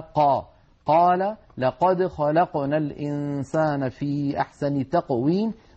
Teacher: أن القاف مجهورة وأنها شديدة كما أنها مستعلية وهي منفتحة